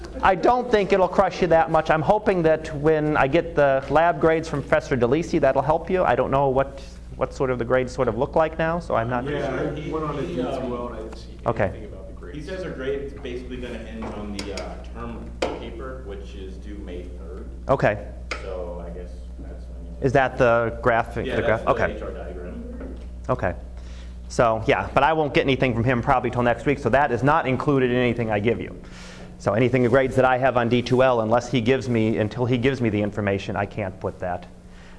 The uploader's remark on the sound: Live Class Lecture